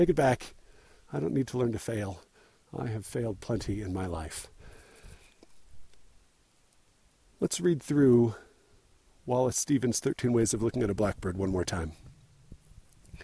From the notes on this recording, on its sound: Recorded while I was unwilling to hike any further up the snowcovered and avalanche-prone Mount Timpanogos.